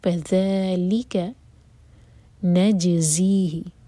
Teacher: جیم پر قلقلہ اور یہ زا بزنگ ساؤنڈ کے ساتھ